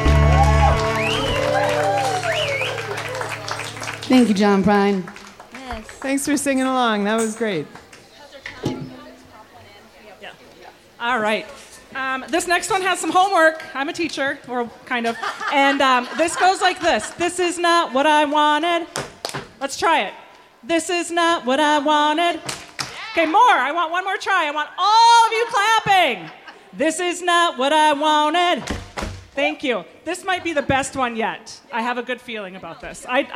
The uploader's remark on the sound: Lucky for you, KQAL was there to capture the magic. LIVE from Boats & Bluegrass 2023.